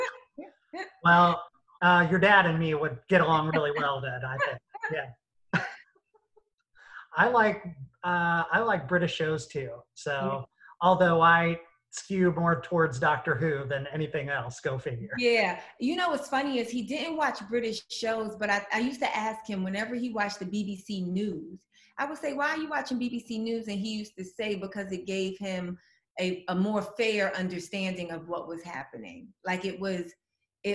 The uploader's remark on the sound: Recorded via Zoom